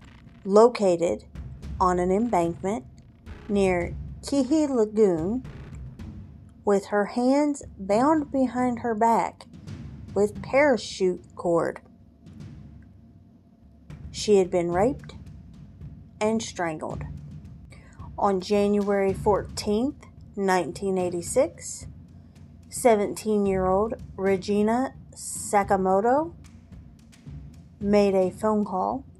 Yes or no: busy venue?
no